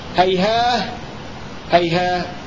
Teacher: إذا وقفنا على أي منهما نقف عليها بالهاء بالنسبة للبزي والكسائي